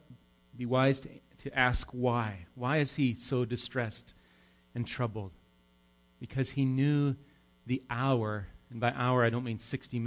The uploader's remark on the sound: Recorded live at Bethany Bible Church on 9/9/18